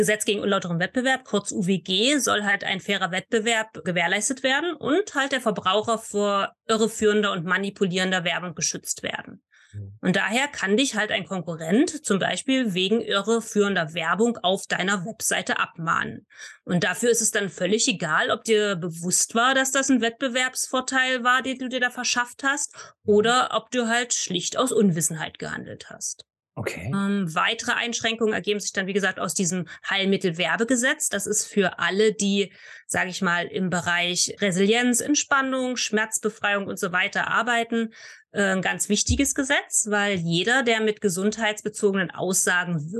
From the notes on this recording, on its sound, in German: einem Zoom-Call statt.